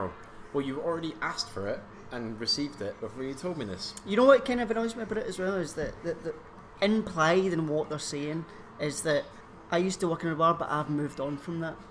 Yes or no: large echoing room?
no